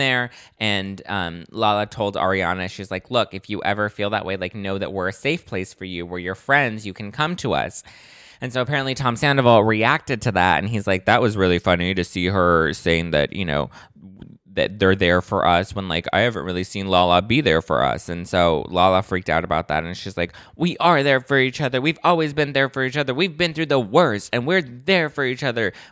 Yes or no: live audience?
no